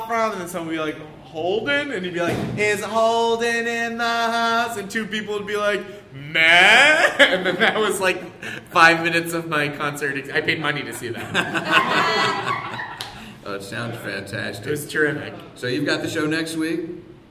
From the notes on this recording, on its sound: This live episode featuring a dazzling lineup of comedians and storytellers.